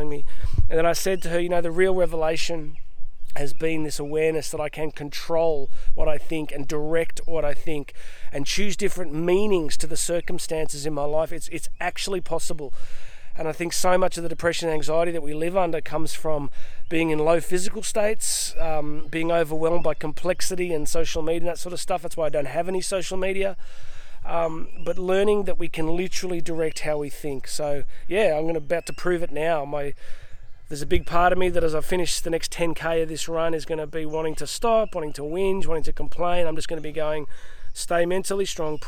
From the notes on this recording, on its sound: Today I am coming to you live from some random rainforest in Queensland and a swamp that I found in the middle of it.